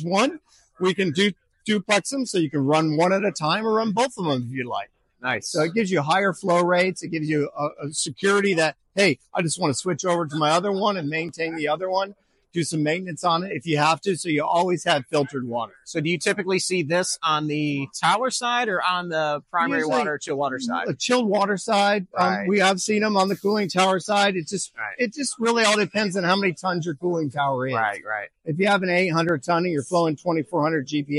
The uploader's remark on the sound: LIVE at AHR